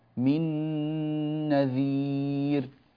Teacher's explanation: نون ساكنة أدغمناها في النون التي بعدها إدغام بغنة